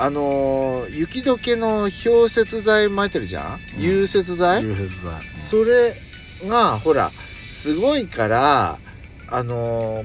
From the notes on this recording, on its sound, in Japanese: パーキング収録